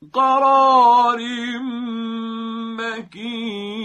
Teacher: دقت فرمودید که به اندازه دو حرکت هم ما کشش میدیم به صدامون، صدای غنوی خودمون